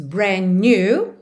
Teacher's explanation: o D final de brand ali já era consoante oclusiva, que já pode aparecer mais, menos ou nada, então já põe ela para não aparecer nada e já junta nos N's.